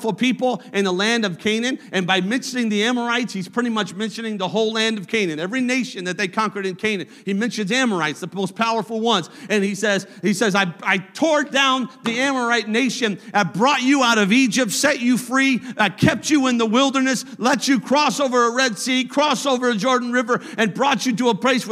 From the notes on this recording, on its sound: A service recording from Connect Point UPC.